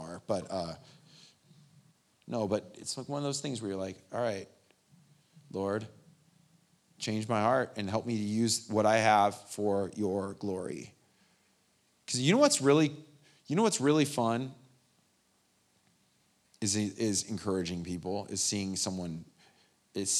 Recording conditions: large echoing room